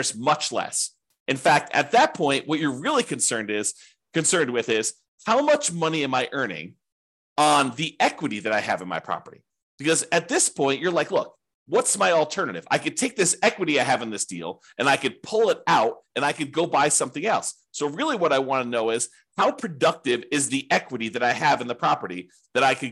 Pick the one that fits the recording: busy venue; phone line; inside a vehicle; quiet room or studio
quiet room or studio